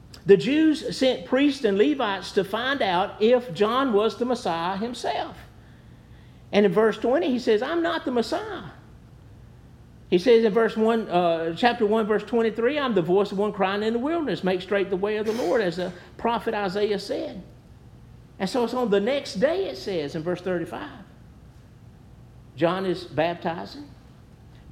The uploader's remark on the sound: Preached at New Hope Baptist Church